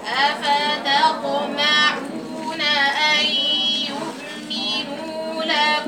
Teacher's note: هات استعلاء في الطاء وإطباق في الطاء